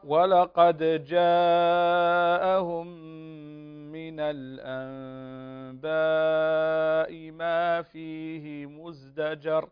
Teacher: هنا الهمزة في أنباء ليس بعدها ياء فمباشرة تقرأ الهمزة مكسورة وبعدها الميم